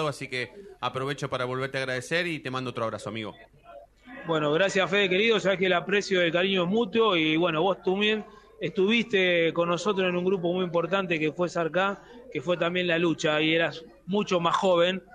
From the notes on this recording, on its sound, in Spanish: móvil en vivo desde la Sede Avellaneda